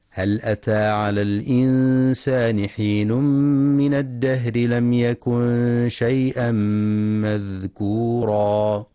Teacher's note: وينتبه في كلمة شيئا لتحقيق الهمزة، فلا يقرأ شيا